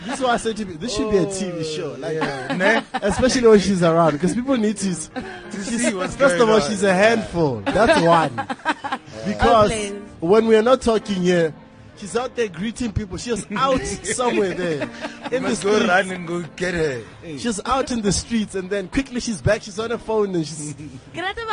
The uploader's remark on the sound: Coming to you live from the Sandton Convention Centre from The My World of Tomorrow expo